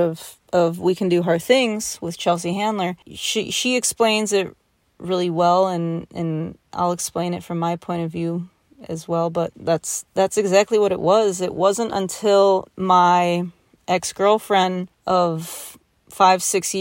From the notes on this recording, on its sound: Sitting in my car late at night in Kentucky.